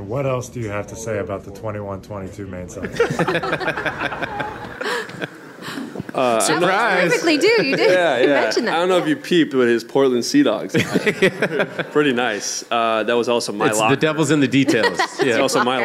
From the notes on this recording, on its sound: live from Memoire at Encore Boston Harbor for the Season 4 finale